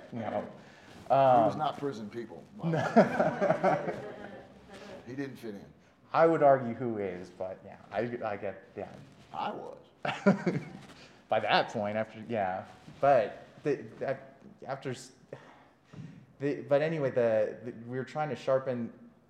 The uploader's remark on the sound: Fan Expo Panel. Make their first in-person appearance together at Fan Expo Denver as they host a panel. Plus, the audience asks some great questions!